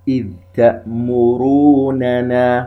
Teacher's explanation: الميم فيها غنة والنون كذلك فيها غنة لكن من دون استطالة. عندما نقول غنة غير مستطالة، أي لا نشدد على مخرج تلك الميم أو النون وكأنهما مشددتين أو مخفيتين، يعني لا نقول تأمروننا، خطأ، تأمروننا.